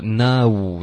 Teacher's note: 结尾的 wu 要嘟嘴别发成 na